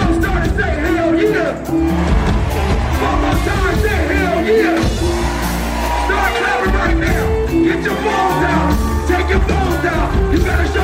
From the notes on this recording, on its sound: Live At The Casino - The Late Show! In the second of two sold out shows in Mashantucket, Connecticut at the Foxwoods Resort and Casino. This crowd is def one of the livest and diverse.